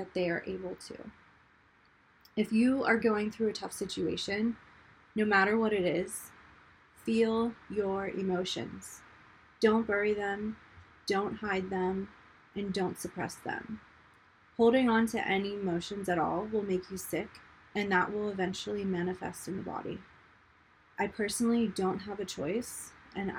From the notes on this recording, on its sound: If you can hear the white noise in the background of this recording it's because the mic kept giving me feedback noises while recording.